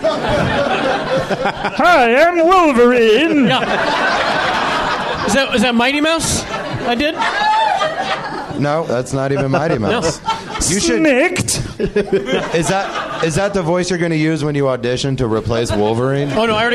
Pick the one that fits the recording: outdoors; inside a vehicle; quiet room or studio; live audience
live audience